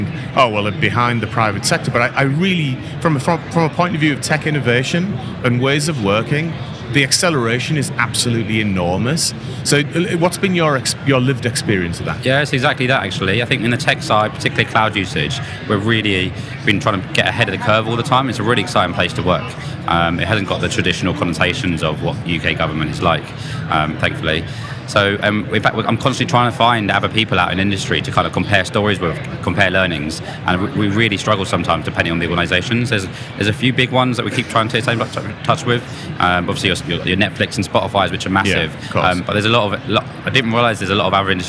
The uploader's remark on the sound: The team are at AWS re:Invent 2022 for our first live shows!